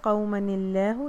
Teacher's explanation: ٹھیک ہے، یہاں پہ بھی نون قطنی لگے گی، چھوٹی سی نون جو ہے وہ نون قطنی کہلاتی ہے. قومن اللہ، اللام لفظ الجلالہ یہاں پہ جو ہے وہ لائٹ ہو جائے گا